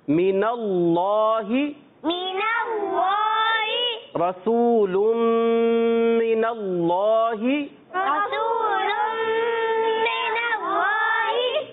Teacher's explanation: अल्लाह का नाम मोटा पढ़ा जाता है, पुर पढ़ा जाता है, तो इसको हम पुर करके अदा करेंगे।